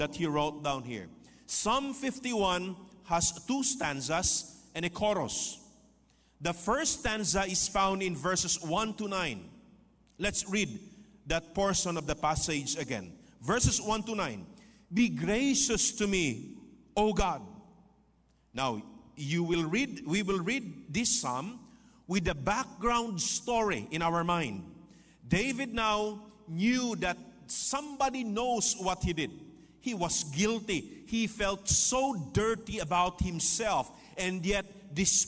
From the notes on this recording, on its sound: This podcast was recorded live last August 13, 2023 at Zamboanga City Alliance Evangelical Church.